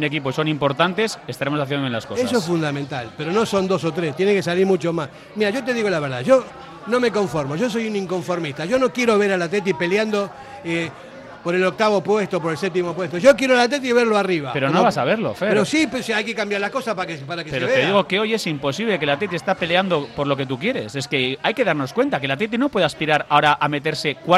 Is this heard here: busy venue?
yes